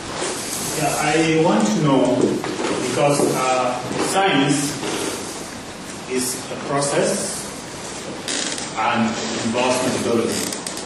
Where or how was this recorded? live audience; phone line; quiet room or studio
live audience